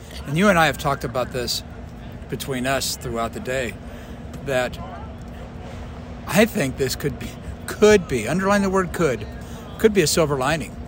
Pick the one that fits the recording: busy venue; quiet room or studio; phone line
busy venue